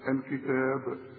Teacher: الكتاب برضو الكلمة هذه مرققة، لكن إذا وقفت على الكتاب قلقل الباء، الكتاب، إنما عند الوصل لا قلقل.